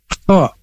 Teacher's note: huruf kha ini makhrajnya dari tenggorokan bagian atas kha, dan diberbeda dengan ha, kha, kha, kha.